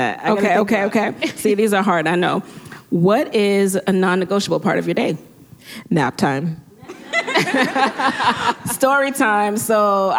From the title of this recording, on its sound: LIVE PODCAST!